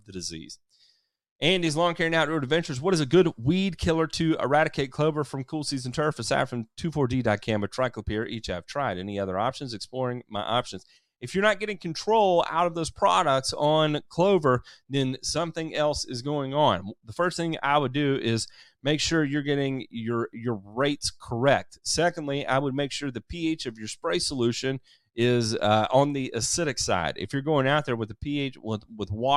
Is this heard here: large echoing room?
no